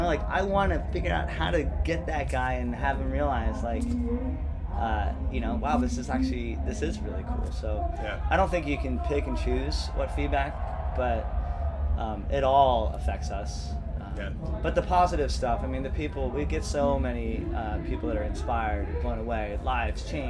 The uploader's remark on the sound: This week we bring you the first of three episodes recorded live on the field at Coachella. We talked the Coachella people into giving us press passes so we could sit down with a few creative folks in the midst of one of the world’s largest cultural phenomena.